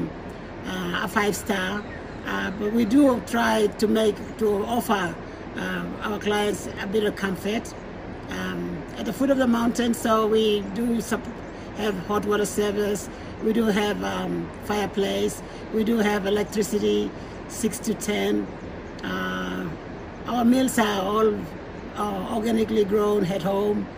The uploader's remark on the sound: some soothing sounds of the waterfalls we were surrounded